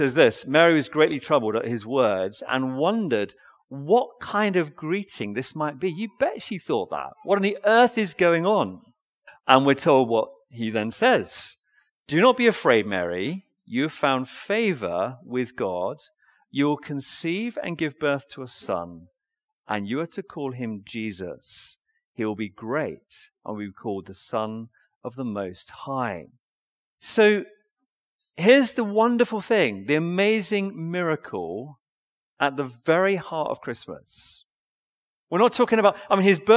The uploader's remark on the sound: Recorded Live stream sermon from Binscombe Church (BWS).